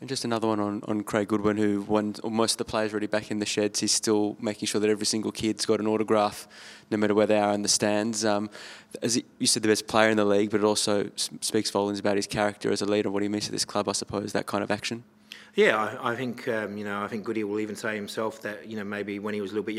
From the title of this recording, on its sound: post-match press conference